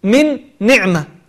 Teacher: تدخل النون مع النون وتنطق النون الثانية مشددة بحركتها · Term: الإدغام